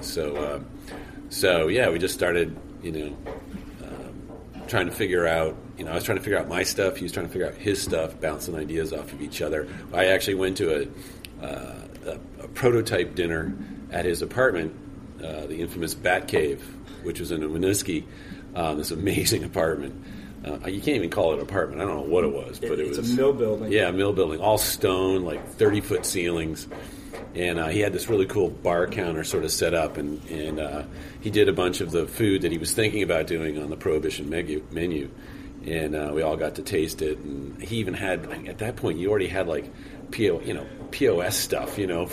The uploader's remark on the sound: Special off-site recording of Beer Sessions Radio at the Blind Tiger. Tune in for a special off-site recording of Beer Sessions Radio at the Blind Tiger!